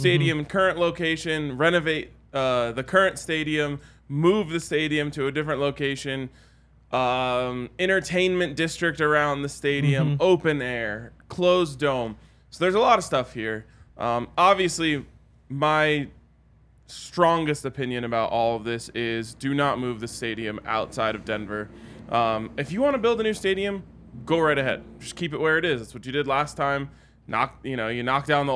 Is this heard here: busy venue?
yes